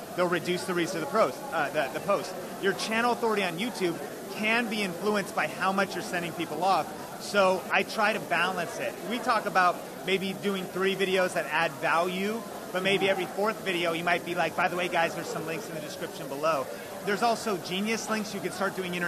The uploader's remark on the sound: live at VidSummit 2017 in Los Angeles